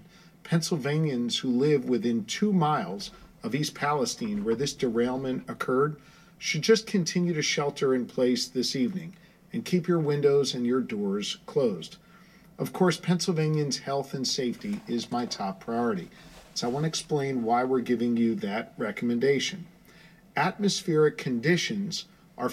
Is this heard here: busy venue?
no